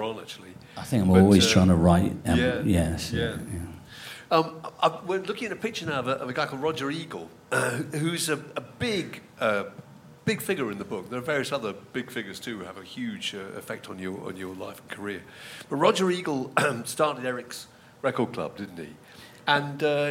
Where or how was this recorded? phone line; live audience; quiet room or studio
live audience